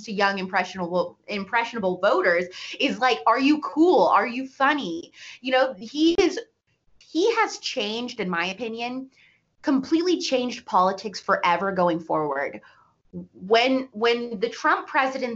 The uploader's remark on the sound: for an interview over SKYPE!